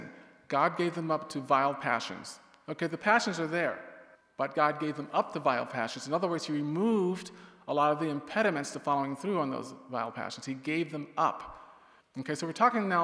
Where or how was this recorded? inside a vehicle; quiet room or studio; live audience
live audience